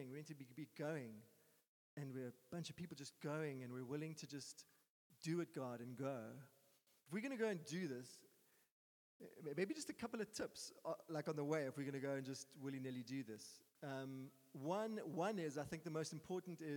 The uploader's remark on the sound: Sunday Sermon. At Joshua Generation Church Muizenberg congregation.